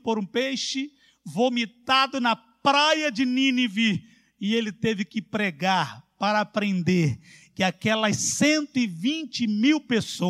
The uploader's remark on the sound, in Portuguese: CULTO AO VIVO